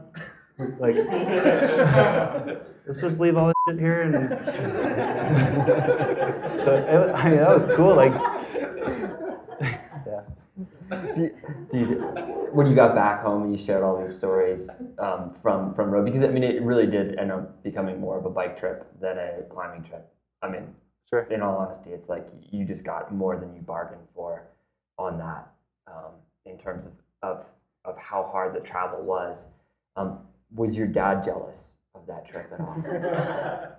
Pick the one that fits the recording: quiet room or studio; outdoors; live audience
live audience